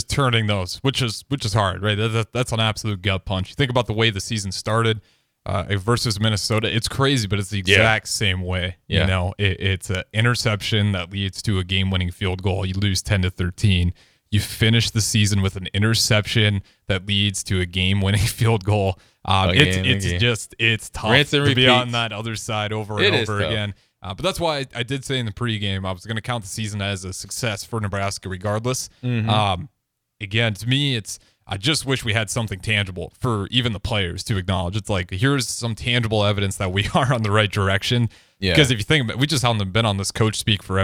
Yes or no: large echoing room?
no